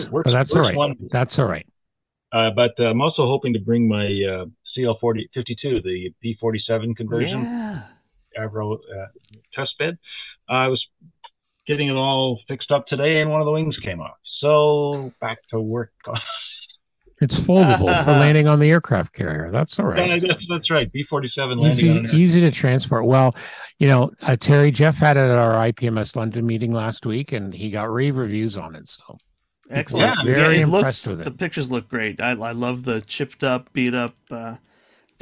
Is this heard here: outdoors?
no